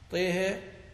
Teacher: يميل الهاء في طه والطاء طبعا معها